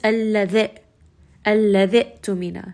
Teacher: I'm not reciting that alif because it does not have harakat on top. And the letter after is a hamza with a sukun. · Term: Hamzat al-Wasl